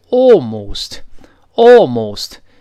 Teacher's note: 英式发音前面说 all，要撅嘴的 almost